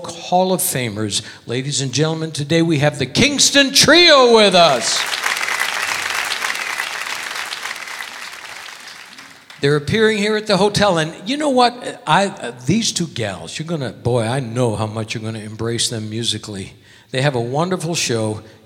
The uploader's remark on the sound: Live at the SouthPoint